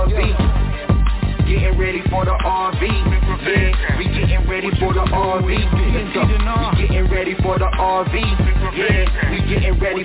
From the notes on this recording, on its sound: TNTSuperfantastic Conference Call